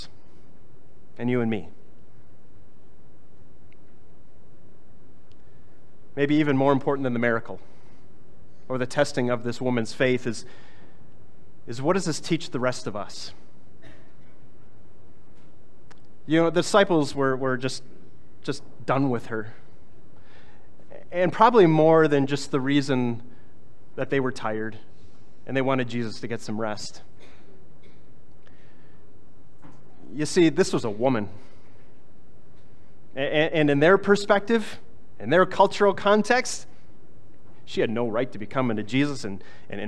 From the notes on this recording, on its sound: was preached on August 20, 2023